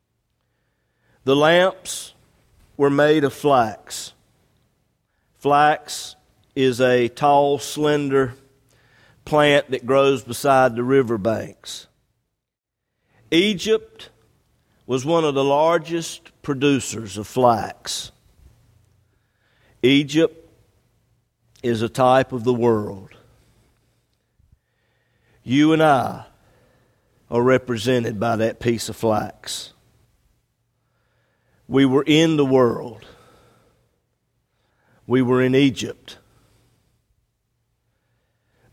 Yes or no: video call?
no